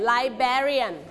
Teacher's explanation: we stretch on the second syllable